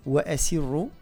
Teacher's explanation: الضغط على السين باش تقع ترقيقها باش ما تبانش كون مفخمة أو تميل نسبيا إلى الصاد، وأسروا خاصة وأنها في حال الكسر في أقصى درجات ترقيقها.